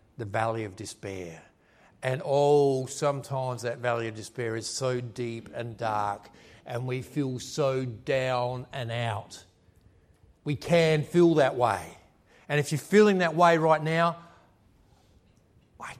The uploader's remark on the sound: A live recording from his ‘Success in Real Estate’ program.